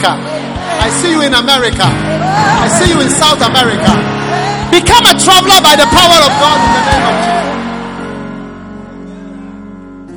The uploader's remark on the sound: Preached at the Prophetic Encounter Service.